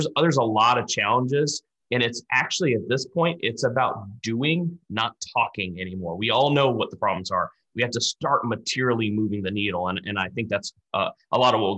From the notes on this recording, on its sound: We spoke to a panel including three clinical trial experts in a live webinar.